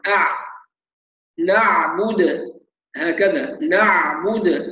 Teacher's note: كذلك هذه العين فيها صفه البينيه، يعني بتاخذ زمن متوسط